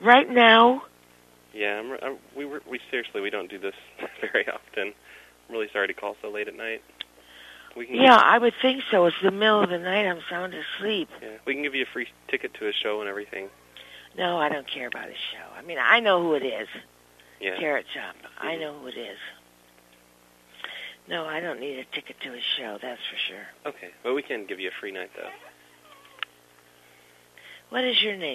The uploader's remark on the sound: RBCP's Personal Prank Phone Calls Collection